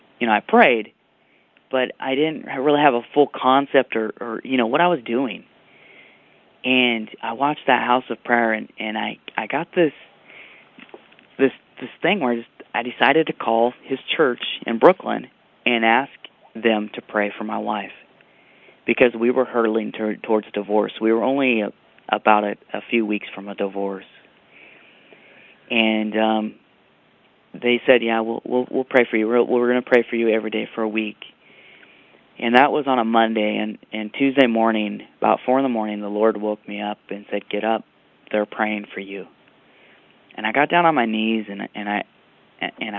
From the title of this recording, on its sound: CONFERENCE CALL